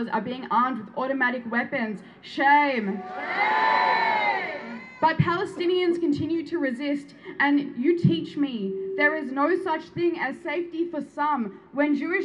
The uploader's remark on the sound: noises and speeches from various Free Palestine rallies held over the last three weeks in Melbourne